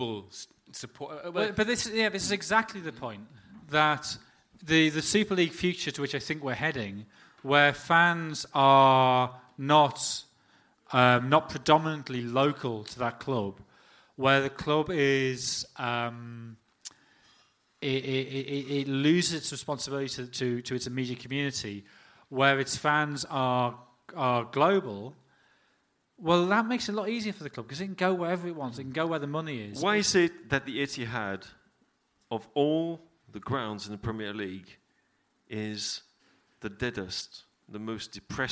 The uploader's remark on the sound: Live In Dublin. The entire audio recording from our event in Dublin on Monday 3rd December.